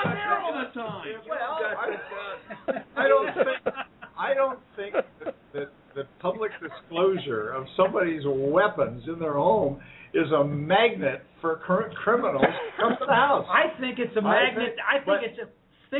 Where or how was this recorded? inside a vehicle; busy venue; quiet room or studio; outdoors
busy venue